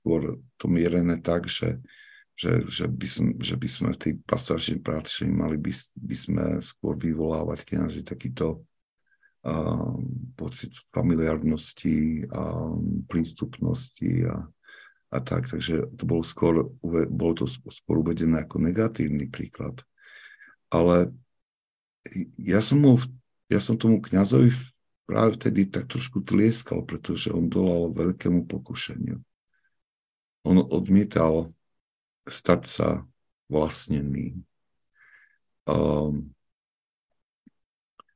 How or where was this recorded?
video call